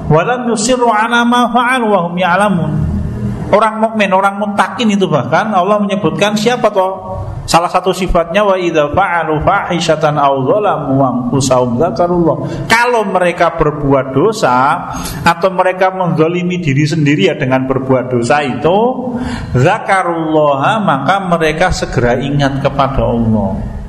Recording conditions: large echoing room